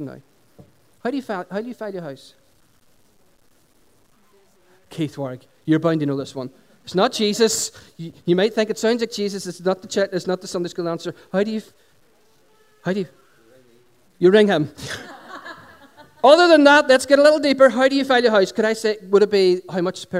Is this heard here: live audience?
yes